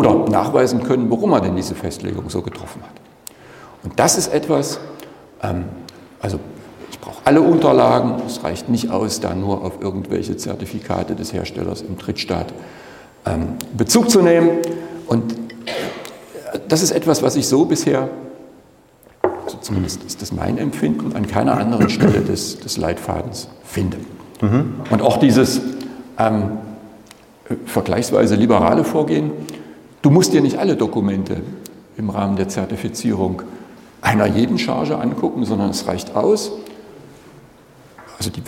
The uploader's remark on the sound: GMP-Konferenz in Mainz. Live Podcast Session.